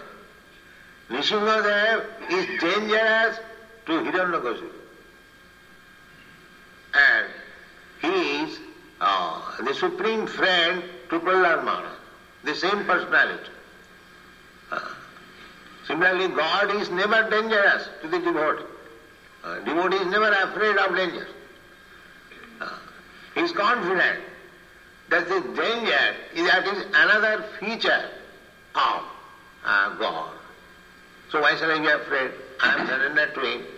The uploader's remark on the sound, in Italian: In diretta dal Tempio di Villa Vrindavana.